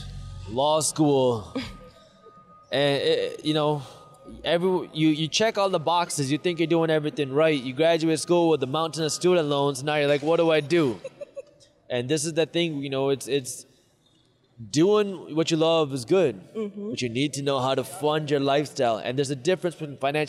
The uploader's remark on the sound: Live from FinCon 2021